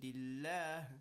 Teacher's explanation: if we have kasra, for example, lillah, the lam is with tarqiq, a flat sound with a smile